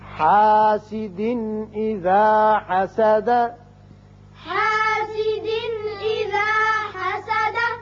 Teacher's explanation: حاسد اذا حسد، حاسد اذا حسد، حاسد یہاں دو زیر تنوین ہے، نون کی آواز پیدا ہوتی ہے، آگے حمزہ بشکل الف ہے جو کہ حروف حلقی میں سے ہے، لہذا یہاں اظہار ہوگا نون کا. اذا حسد دال ساکن ہو جائے گی، آیت ختم ہوتی ہے تو دال کی صفت قلقلہ حسد کر کے پڑھیں گے.